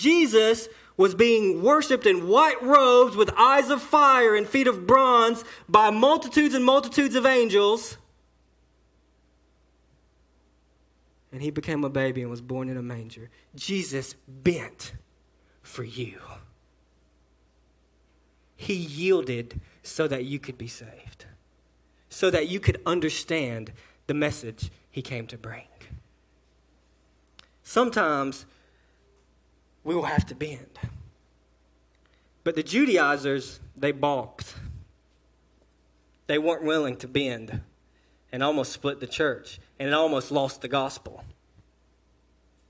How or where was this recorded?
large echoing room